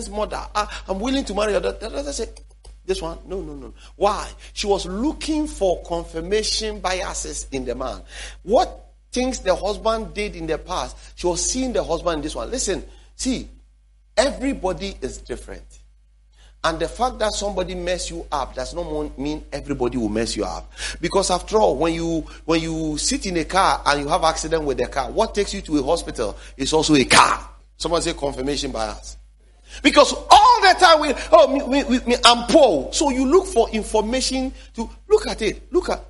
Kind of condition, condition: setting, large echoing room